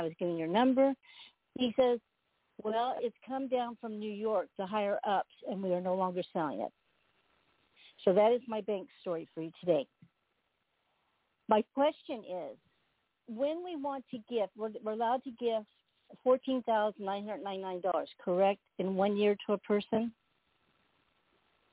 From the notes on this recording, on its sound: TNTSuperfantastic Conference Call